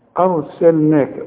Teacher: وبعدين هنفخم الراء، أرسلناك ورقق للنون، وعندك فوق النون ألف كاملة علشان تمدها ألف كاملة.